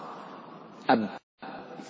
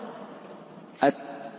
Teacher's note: فأنت يعني تلاحظ هذا أثناء تسكينك للحروف، لو سكنت حروف الشدة تجد أن الصوت قد انقطع